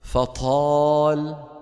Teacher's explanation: الطاء من جملة الأخطاء في نطقها همسها